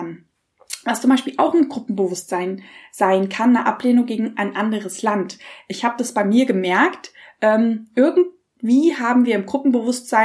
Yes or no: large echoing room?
no